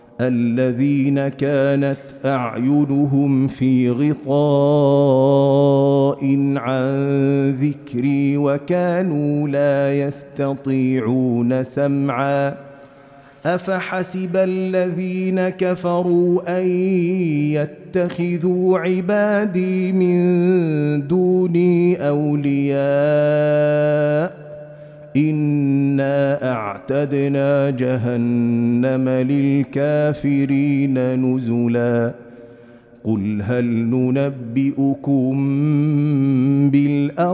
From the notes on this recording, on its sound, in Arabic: مسجل من صلاة التراويح بمسجد السلام بحي مشرفة بجدة